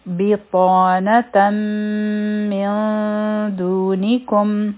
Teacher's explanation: او د هغې نه پس نون ساکن دی، او د نون ساکن نه پس دال راغی، نو د نون ساکن او دال په مینځ کې به مونږ اخفا کوو. د نون آواز به پټو، دوه سیکنډه به هولډ به کوو.